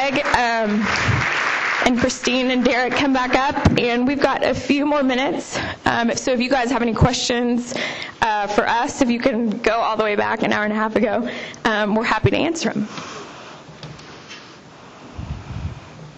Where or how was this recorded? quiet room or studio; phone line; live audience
live audience